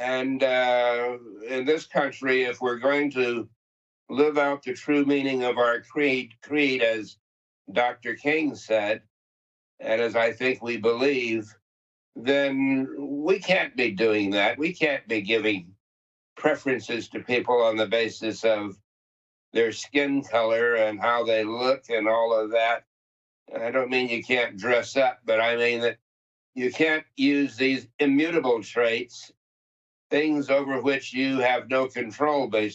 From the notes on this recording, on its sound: via Skype